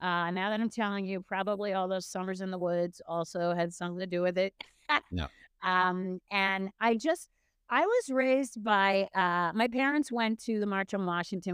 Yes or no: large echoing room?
no